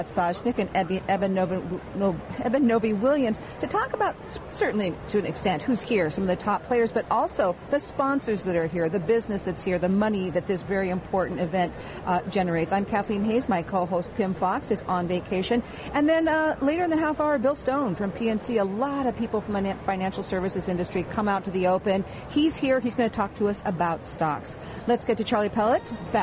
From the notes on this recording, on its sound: Live from the 2016 US Open.